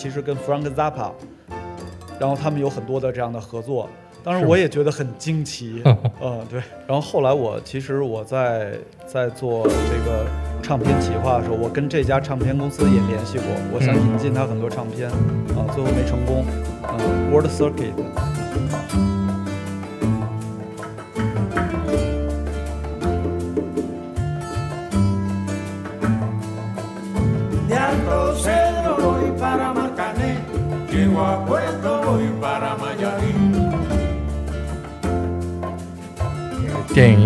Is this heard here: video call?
no